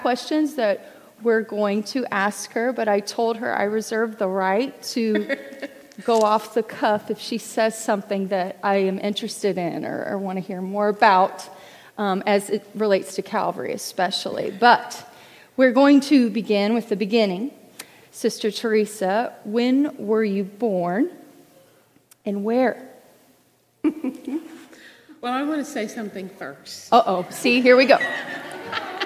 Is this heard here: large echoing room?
yes